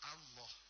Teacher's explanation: Padahal kalau lafdul jalalah itu diawali oleh huruf harakah fathah atau dhamma, maka otomatis dia ditebalkan, dan cara menebalkannya bukan dengan membulatkan bibir melainkan menaikkan pangkal lidah